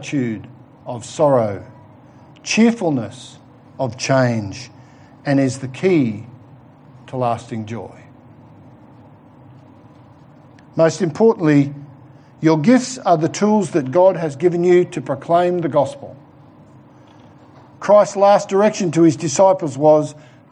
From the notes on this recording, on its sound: Given at The Rock Christian Church in the morning service.